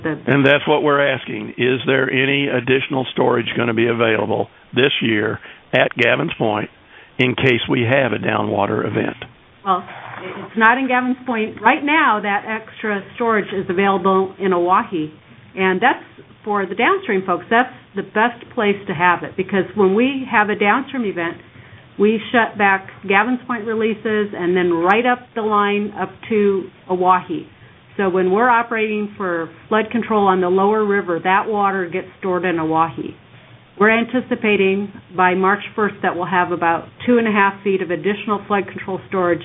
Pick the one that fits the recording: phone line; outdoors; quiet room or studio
phone line